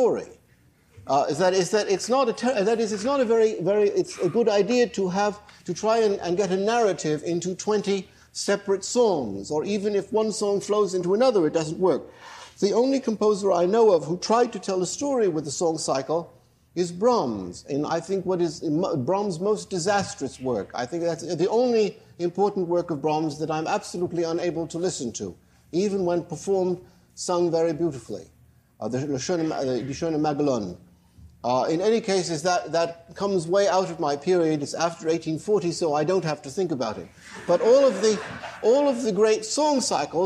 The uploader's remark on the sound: Lecture at the institute, on stage and at the keyboard.